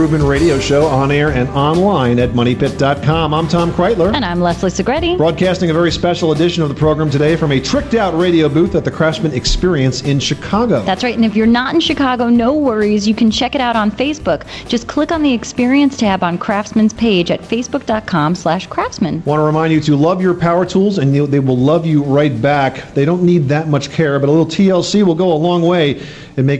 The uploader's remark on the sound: Live Broadcast from the Craftsman Experience